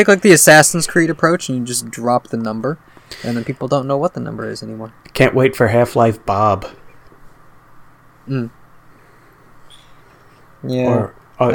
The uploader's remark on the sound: With apologies for the audio quality; it was clipping worse than usual this time.